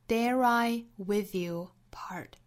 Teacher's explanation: dare 和 I 之间连读那在美音之中呢前面的这个 dare 尾部的 r 和后面连贯带出这个小的 r 的音